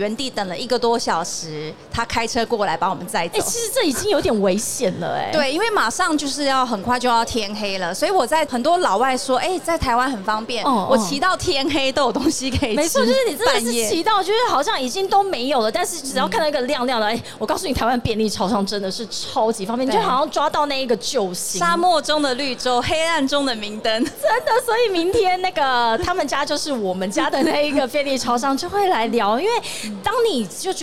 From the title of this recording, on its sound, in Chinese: 2022 Taipei Cycle台北國際自行車展-Live Podcast